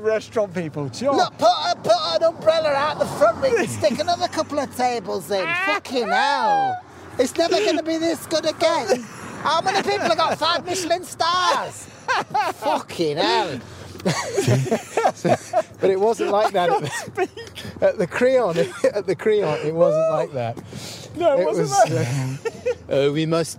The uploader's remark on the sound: PUB WALK. Walks to the pub and back with old friend.